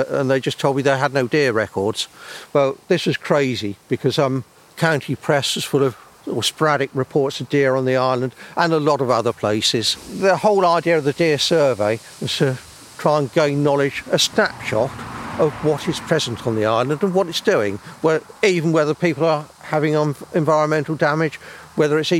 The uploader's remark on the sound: Our Landscape listening this month was recorded on a windy night at Freshwater Bay at high tide.